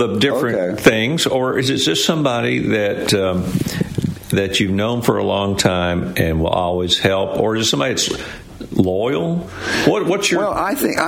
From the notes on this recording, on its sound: LIVE from Biltmore Estates in Asheville.